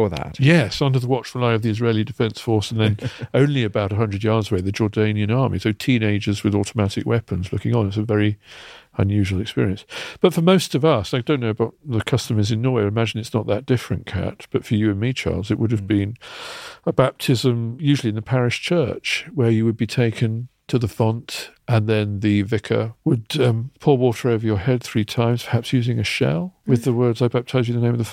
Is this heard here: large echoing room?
no